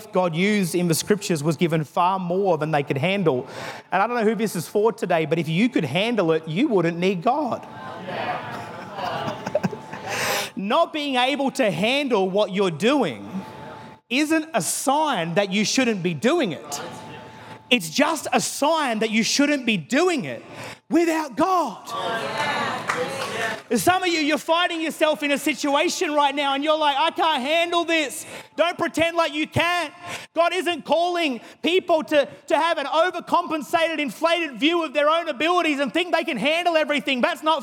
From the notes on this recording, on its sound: Recorded in the 9am service on Sunday, 25th September 2022